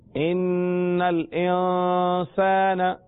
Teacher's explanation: ان مشدد ہونے کی وجہ سے غنہ اور غنہ کی مقدار ایک الف کے برابر